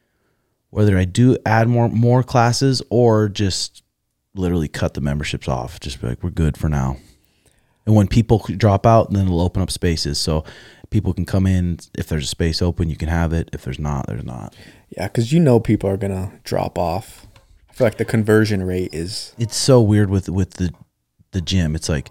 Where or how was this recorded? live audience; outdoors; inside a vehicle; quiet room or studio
quiet room or studio